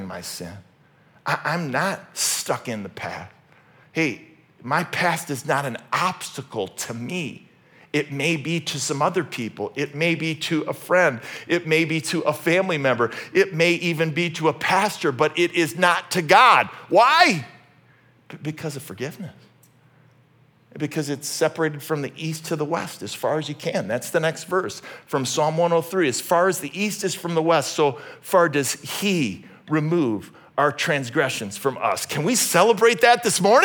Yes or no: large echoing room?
yes